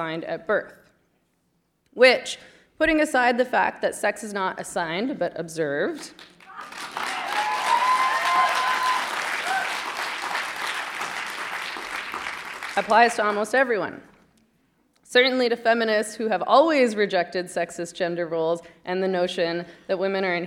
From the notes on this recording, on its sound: The event took place at the Seattle Public Library in downtown Seattle, Washington, despite protesters inside and outside the building.